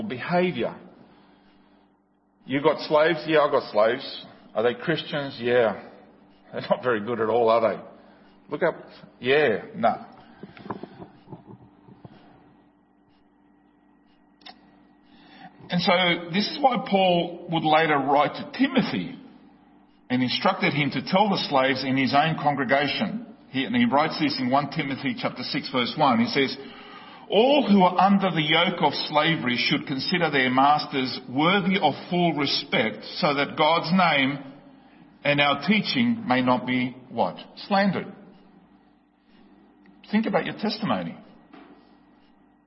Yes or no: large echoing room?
yes